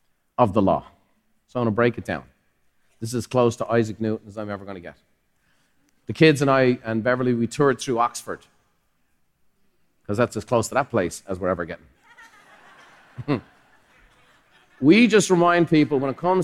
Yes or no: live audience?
yes